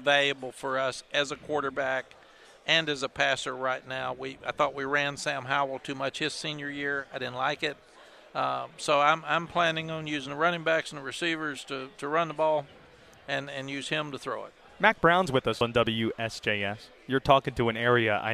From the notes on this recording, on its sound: Live from Day 3 of ACC Kickoff in Charlotte.